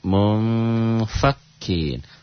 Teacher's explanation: Itu ikhfa ya. Nun mati atau tanwin ketemu fa. Ada unsur M tapi tetap samar.